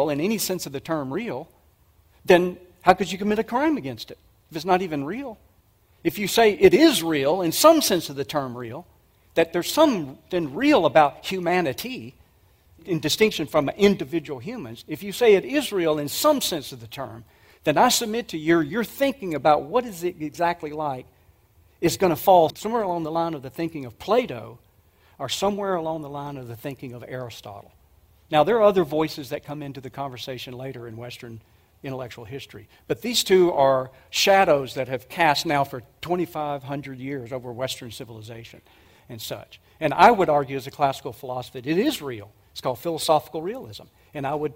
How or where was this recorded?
live audience